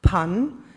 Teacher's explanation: Pan mit unverschobenem P im Anlaut